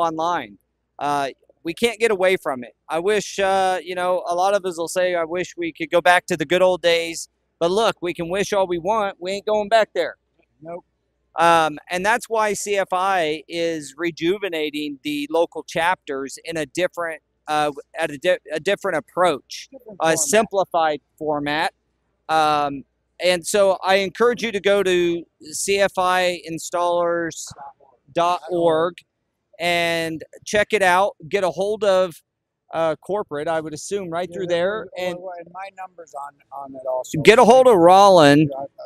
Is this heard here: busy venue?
yes